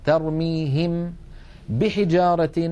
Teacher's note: الميم من الشفتين، ترميهم بحجارة، الباء من الشفتين، فهما حرفان من المخرج نفسه، إلا أن الميم فيها غنة والباء ليس فيها غنة، لذلك لا تدغم الميم في الباء لما فيها من الغنة. · Term: الإخفاء